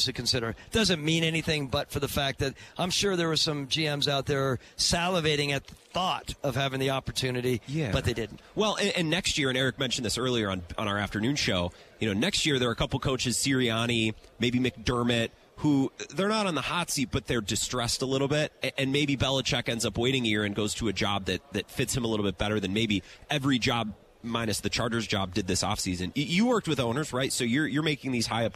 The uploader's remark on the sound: Radio Row Day 1. Broadcasting live from the Super Bowl's Radio Row in Las Vegas!